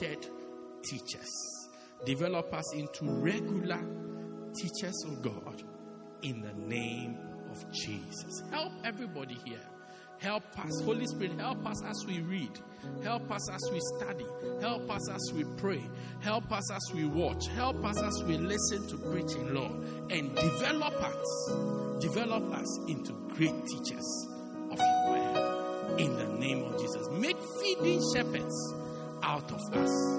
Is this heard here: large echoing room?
yes